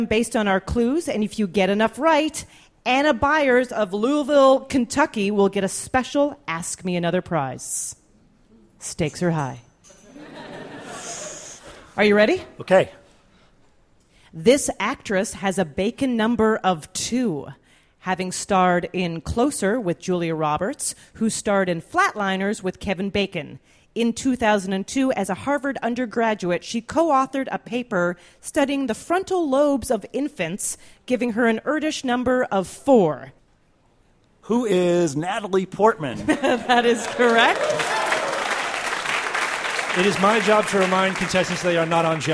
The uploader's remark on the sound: Live from the 2013 World Science Festival